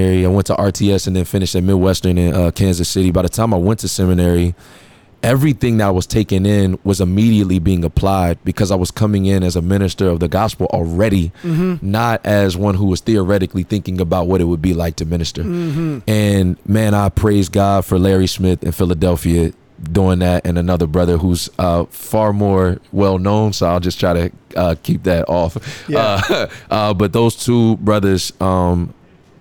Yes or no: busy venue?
yes